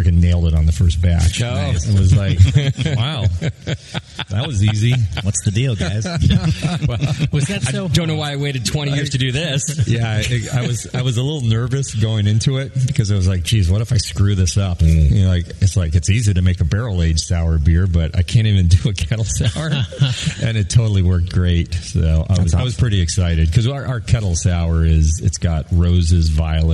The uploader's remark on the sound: Live From Russian River Brewing Company. At his famed Russian River Brewing Company's new location in Windsor, California for some live pod.